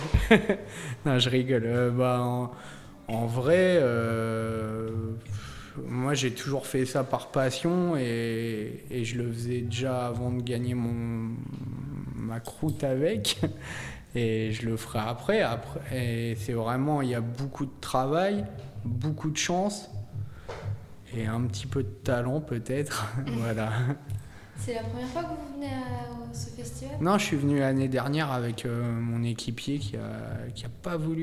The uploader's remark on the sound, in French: répond aux questions de Radio2B depuis le festival RUR!